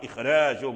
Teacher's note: فورش قرأ هذا الراء بالترقيق وإن كان بعده حرف من حروف الاستعلاء